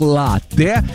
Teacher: слово итальянское, ударение там стоит на первый слог, латте. И вот, несмотря на обилие гласных, произносится твердо, без мягкости, латте.